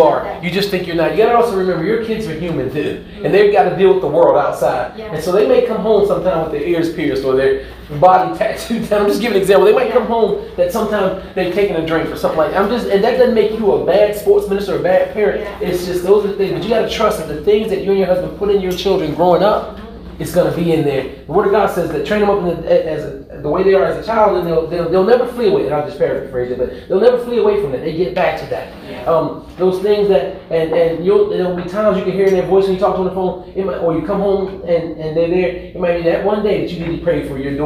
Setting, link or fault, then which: setting, busy venue